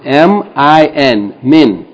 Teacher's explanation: This is pronounced as though the mim with the kesra is followed by an N sound. It's pronounced as though it's M-I-N, min. · Term: tanween